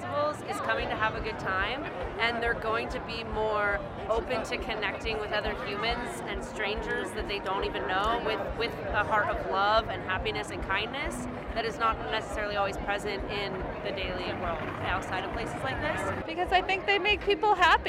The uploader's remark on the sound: Talking with Festival Lovers at Cali Roots. Woodstock Nation headed to the 10th Anniversary of Cali Roots - a 3 day Reggae music festival the Monterey County Fairgrounds.